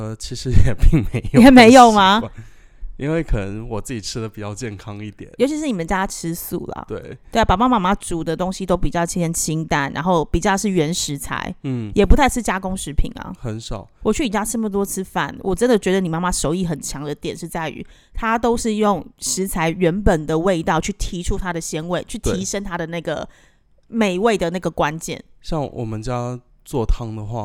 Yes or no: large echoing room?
no